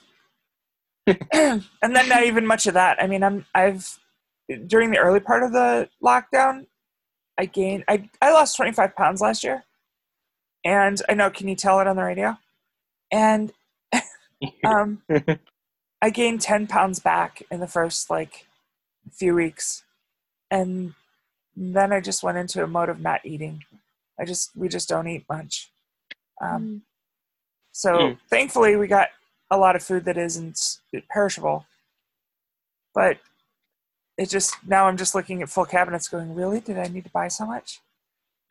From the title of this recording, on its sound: Zoom Edition